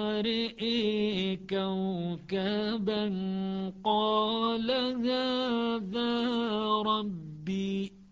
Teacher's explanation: تكون بإمالة أيضا الهمزة التي قبل الألف والألف، وتكون أيضا بكسر الراء · Term: الإمالة